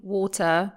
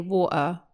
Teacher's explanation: the glottal T, you guys use that a lot in England · Shown in: second take